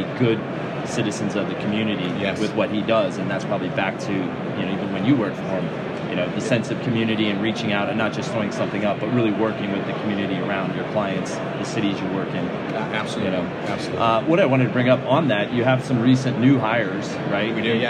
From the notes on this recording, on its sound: Live from ICSC RECON in Las Vegas.